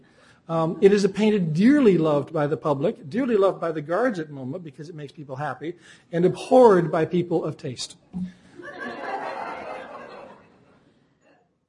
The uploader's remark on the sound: Recorded December 6, 2007 in The Phillips Collection Auditorium.